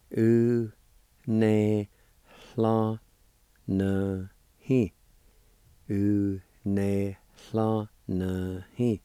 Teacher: In this word, right before the L, there will be a faint H sound.